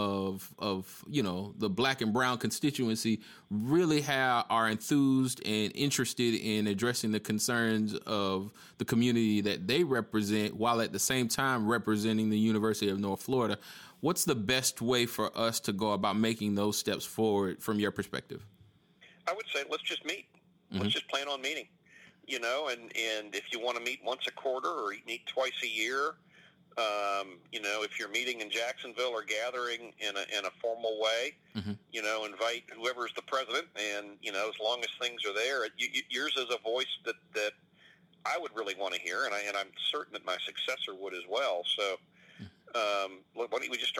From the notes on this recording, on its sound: had a conference call scheduled and I asked him if I could record it